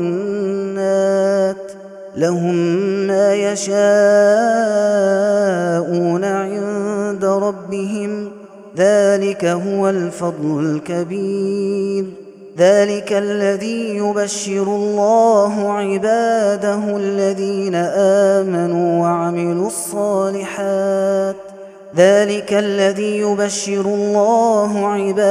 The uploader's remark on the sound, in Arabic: هذا التسجيل من صلاة التراويح